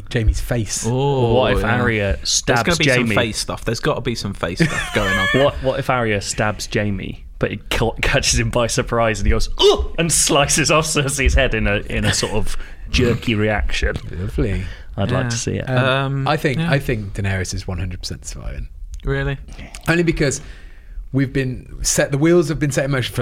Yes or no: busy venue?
no